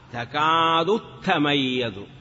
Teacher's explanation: فلم تحذف واحدة من التائين بل أدغمت الأولى إلى الثانية